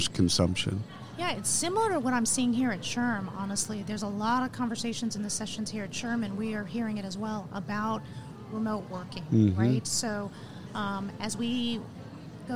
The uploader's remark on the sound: Live from SHRM 2022